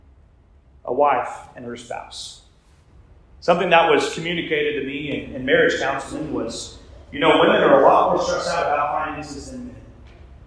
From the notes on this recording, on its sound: We experienced some audio issues during this episode